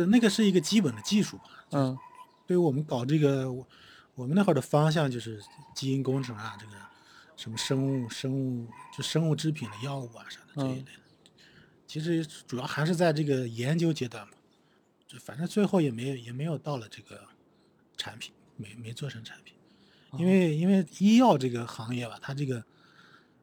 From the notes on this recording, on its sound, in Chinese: 本期是在户外录制，声音质量略受影响